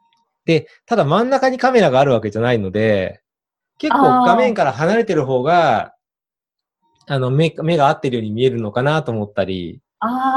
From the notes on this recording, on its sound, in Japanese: オンライン収録のため、通常より音声が劣りますがご了承ください